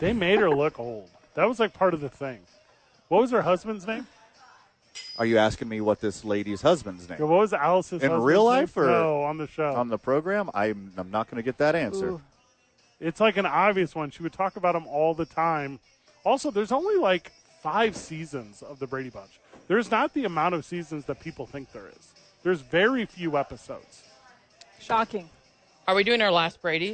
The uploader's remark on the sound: Live from ABQ AXE.